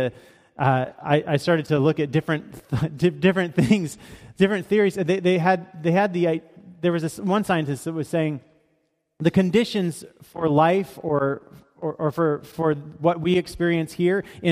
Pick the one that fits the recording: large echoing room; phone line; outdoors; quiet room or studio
large echoing room